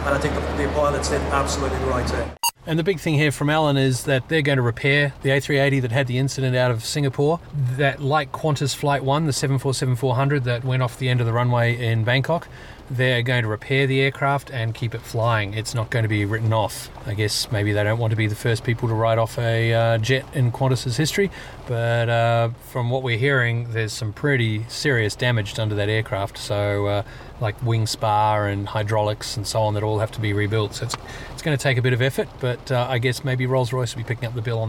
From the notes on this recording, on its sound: The boys are recording from inside the PCDU-mobile on a wet, cold and miserable day after attending the Qantas 90th birthday celebrations in Melbourne.